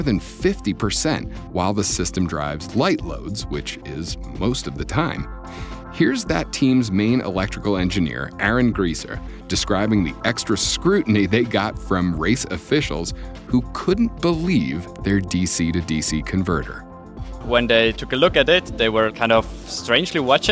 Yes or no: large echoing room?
no